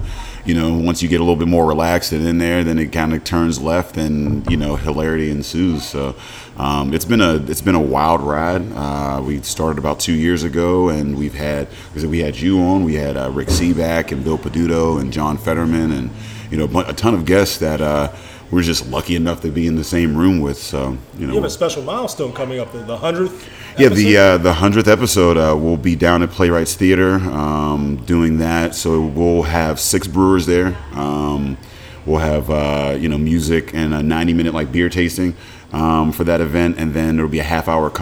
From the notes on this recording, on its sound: Head to Wooley Bully's in New Brighton for this week's episode.